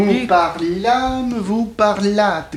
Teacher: mais c'est un a antérieur, de même à la seconde personne du pluriel